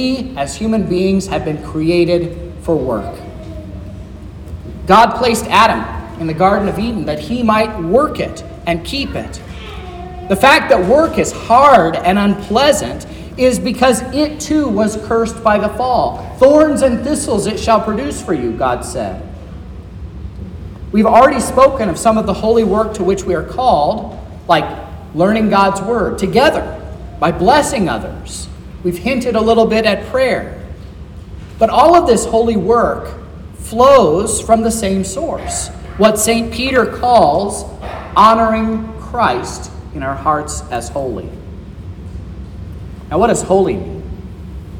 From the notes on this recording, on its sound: This is the sermon preached at Trinity Lutheran Church in Vallonia, Indiana, on Sunday, July 9th, 2023